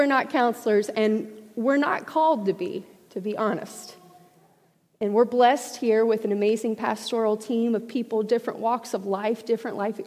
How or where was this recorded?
large echoing room